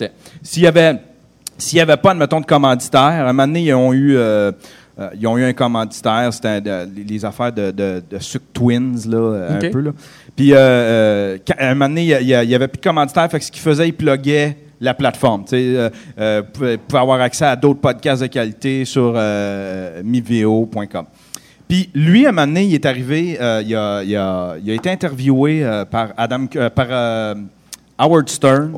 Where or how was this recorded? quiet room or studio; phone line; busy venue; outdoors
busy venue